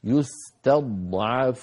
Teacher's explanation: الضاد مفخمة بين مرققين، التاء من قبلها والعين من بعدها